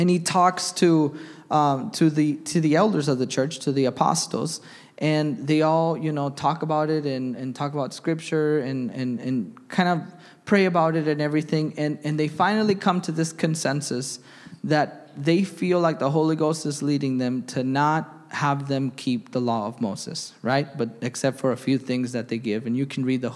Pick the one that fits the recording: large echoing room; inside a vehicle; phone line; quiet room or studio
large echoing room